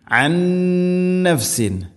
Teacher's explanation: സാക്കിന നൂന് ശേഷം നൂന്, ഇദ്ഗാം ബിഗുന്ന, നൂനിനെ അടുത്ത നൂനിലേക്ക് ഇദ്ഗാം ചെയ്യണം